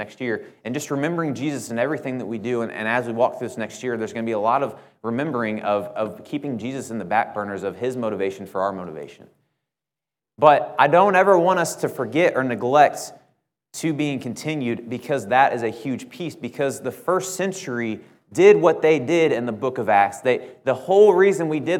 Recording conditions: large echoing room